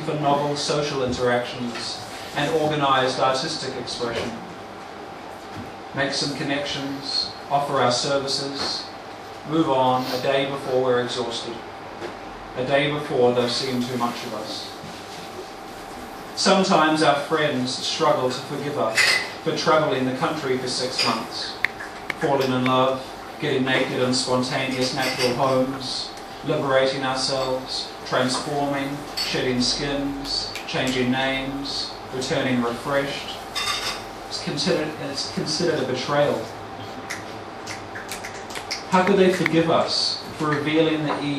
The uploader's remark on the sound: performing at the delightful spoken word open mic at Oussou in Melbourne